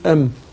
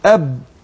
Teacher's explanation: الباء أدخل من الميم رغم إن الباء والميم تخرجان بانطباق الشفتين